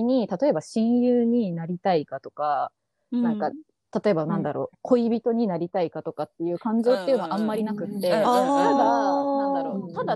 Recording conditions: video call